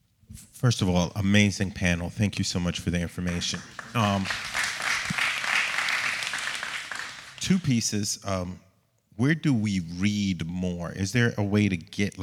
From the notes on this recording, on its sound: This episode is a recording of our first-ever HYPE SESSION - SILICON VALLEY. This episode is a recording of our first-ever HYPE SESSION - SILICON VALLEY.